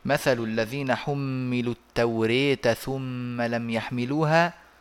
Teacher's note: طبعا هو يقرأ في كلمة التوراة بالإمالة